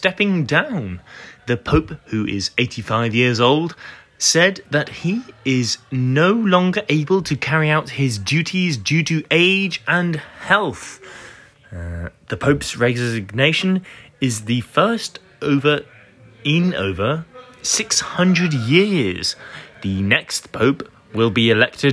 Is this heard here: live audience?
no